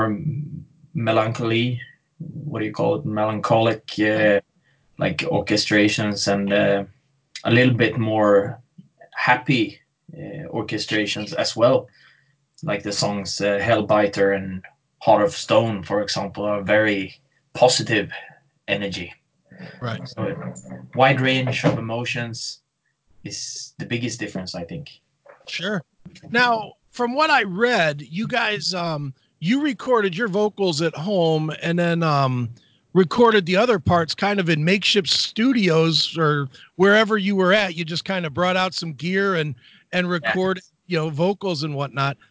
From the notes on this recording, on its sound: skyped